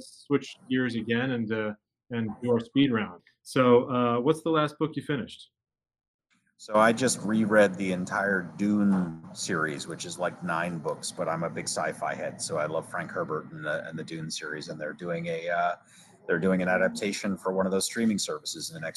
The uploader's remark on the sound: joins us from the floor of the BIO convention, taking place in Philadelphia this week